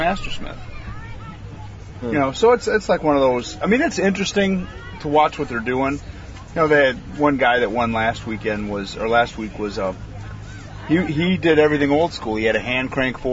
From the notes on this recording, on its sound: Recording from the beach (for realz)